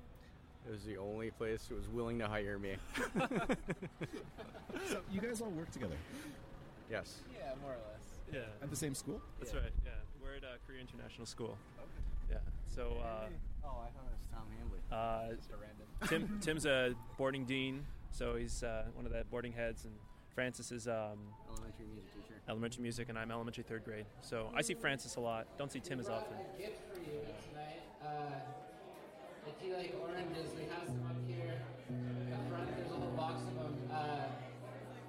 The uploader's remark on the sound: This interview and live performance was recorded at Jeju City's Magpie Brewing Co.